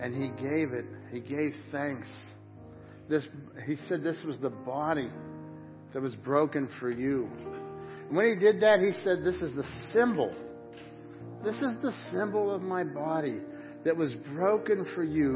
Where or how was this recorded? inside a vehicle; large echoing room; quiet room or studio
large echoing room